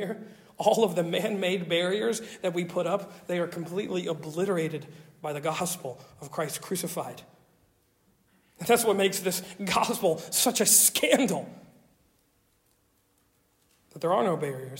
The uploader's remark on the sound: Originally delivered on 19 November 2023 at Stonington Baptist Church, Paxinos, PA. At Stonington Baptist Church, Paxinos, PA.